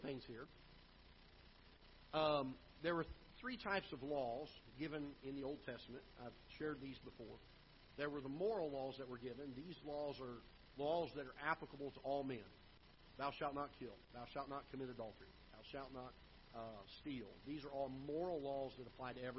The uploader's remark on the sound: Ketha Heights Baptist Church ~ Live Broadcast